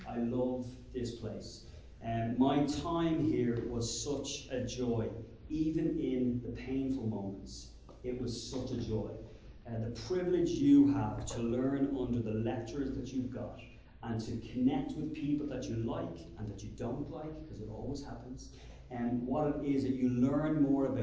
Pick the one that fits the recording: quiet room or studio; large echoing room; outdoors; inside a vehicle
large echoing room